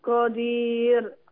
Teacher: قدير ما تنزليش عليها كده لان الراء ساكنه فهيبقى ياء ماديه فهي مرققه حتى عند حفص